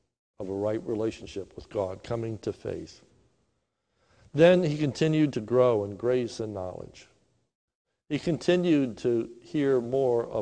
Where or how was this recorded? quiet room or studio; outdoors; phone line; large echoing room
large echoing room